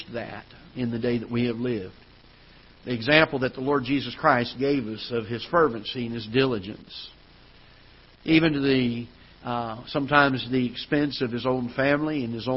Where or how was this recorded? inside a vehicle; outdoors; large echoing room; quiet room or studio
large echoing room